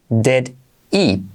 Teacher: Did, para las preguntas, hacemos la I como E. Did he. Saltamos la H.